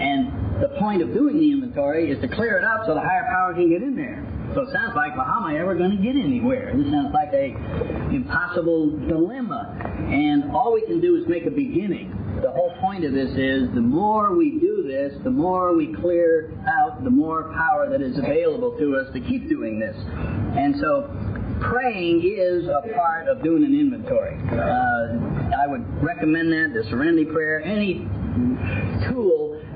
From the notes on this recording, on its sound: I cleaned this audio up as best I could but there comes a point that removing any more of the background hiss and he starts sounding like a mouse talking. I got the majority out but there is a bit of hiss in this.